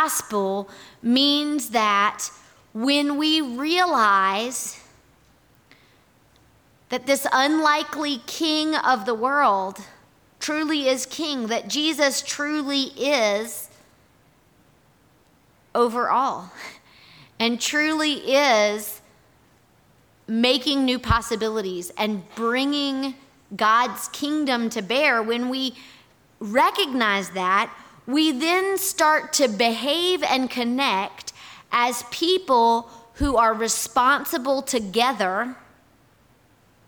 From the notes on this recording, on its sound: Our audio recording from this morning&#8217;s worship service. Here is our audio recording from this morning’s worship service.